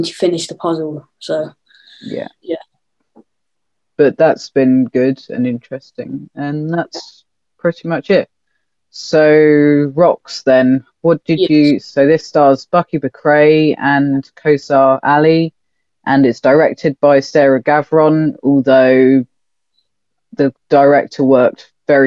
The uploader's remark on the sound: This episode was recorded over zoom, so the audio might not be great.